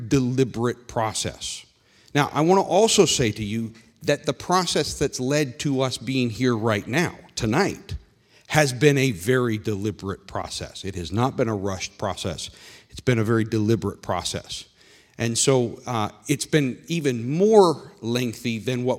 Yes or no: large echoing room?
yes